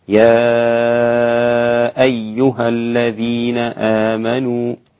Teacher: وإذا كنت تقرأ بقراءة الإمام حمزة السادس ورواية ورش عن نافع، يتعين عليك الإشباع في هذا المد ست حركات